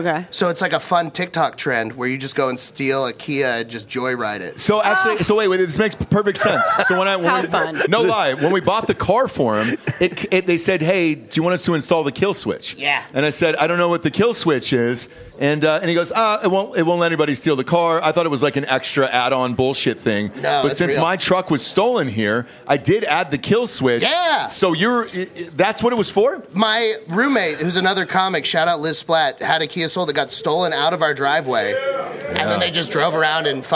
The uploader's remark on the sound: at the 2023 Drinkin' Bros Christmas Party